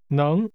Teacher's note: This is pronounced with a rising tone.